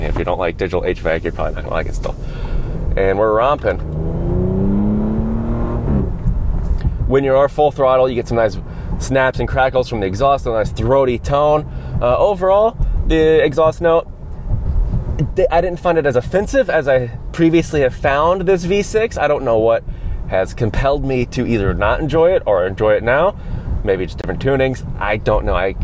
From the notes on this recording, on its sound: A guided tour of the Audi S6. A live drive review.